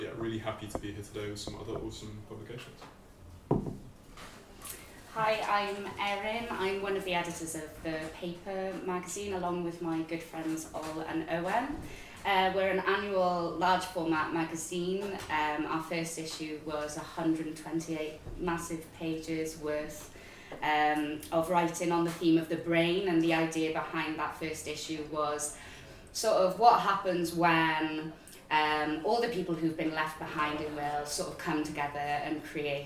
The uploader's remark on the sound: Recorded live on Tuesday 10th October at The Scrandit in Bristol